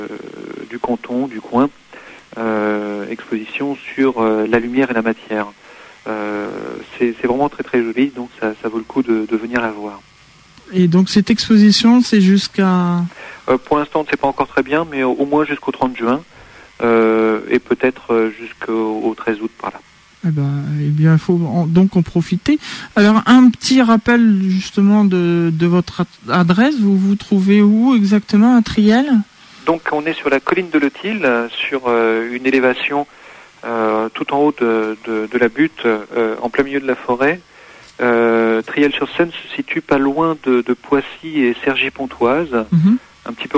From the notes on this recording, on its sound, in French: Directeur du Parc aux étoiles à Triel sur seine (par téléphone).